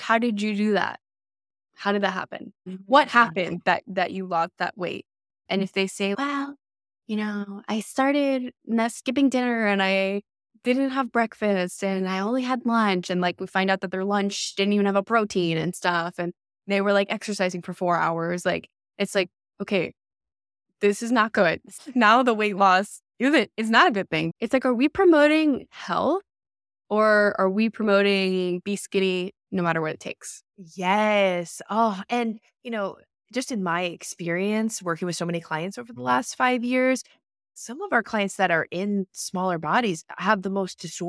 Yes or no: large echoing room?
no